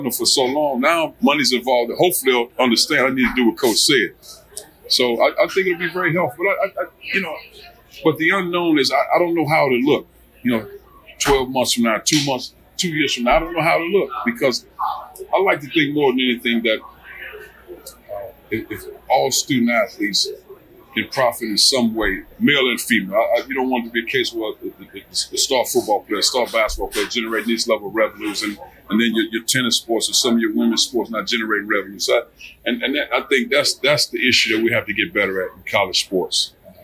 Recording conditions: busy venue